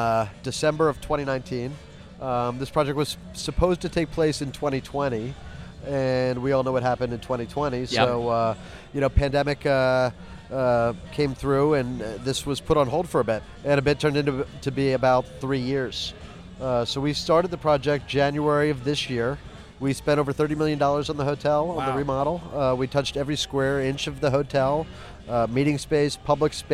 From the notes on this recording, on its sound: Margaritaville Hotel: San Diego. Recorded live by the 5 o'Clock Somewhere Bar, the boys are joined by countless characters from the property in a fun-filled afternoon.